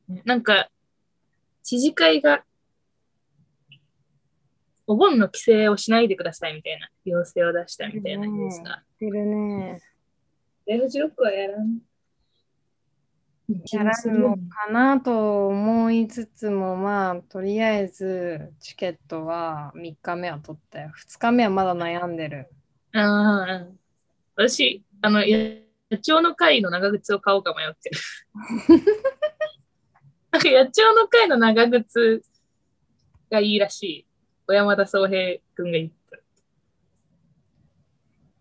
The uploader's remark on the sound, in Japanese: 東京と富山でzoomにて収録